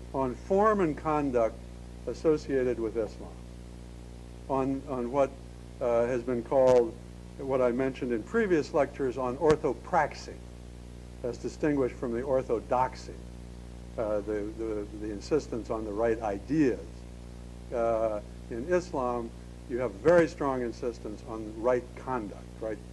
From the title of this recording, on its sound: 2002 Lecture at Stanford